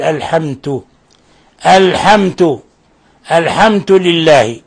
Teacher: ومن الأخطاء التي قد تقع عند العجم قلب الدال إلى تاء